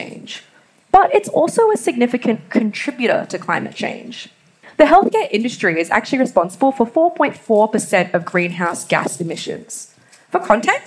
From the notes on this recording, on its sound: The recording of this conversation is from a live public event held on 22 August 2023 at the University of Sydney, presented with Sydney Environment Institute.